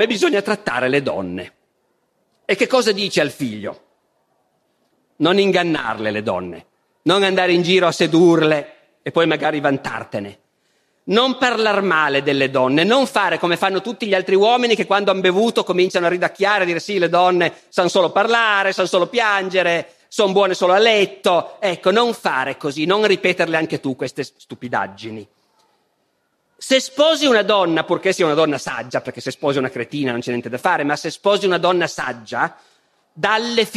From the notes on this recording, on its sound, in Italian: Festival della Mente, 2012. Dal Festival della Mente di Sarzana.